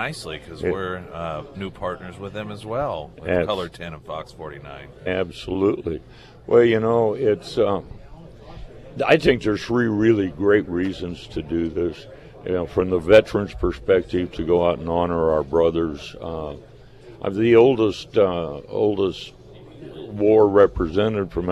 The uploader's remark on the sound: live at Scramblers Diner.